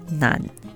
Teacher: If you did, you must have started your sentence with 나는 to mean as for I in the neutral form, or 저는 which also means as for I but in the humble form. In colloquial speech, 나는 is often contracted to 난, a single syllable phrase